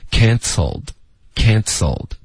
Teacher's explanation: can,结尾的 N, can,舌尖顶上颚，接着发嘶的时候呢就有一点轻轻的嘶。的这个爆破 cancelled, cancelled, so, so,开头呲爆破进去。cancelled done,也要注意别发成 done,也不是 done, OK,是 done,舌尖要顶上颚 done, done, cancelled on me, my boyfriend cancelled on me, my boyfriend cancelled on me,OK,就是这么说的。